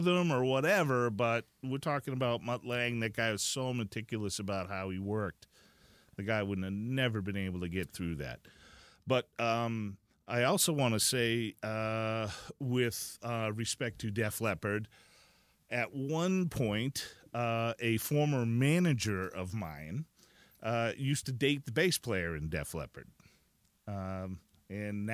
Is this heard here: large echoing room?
no